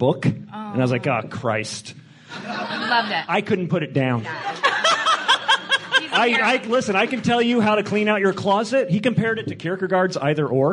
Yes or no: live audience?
yes